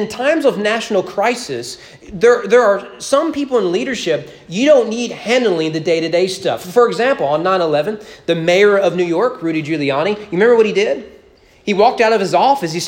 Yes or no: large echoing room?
yes